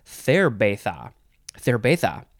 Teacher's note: if you're real Spanish you'd say cerveza, cerveza, with a little bit of a lisp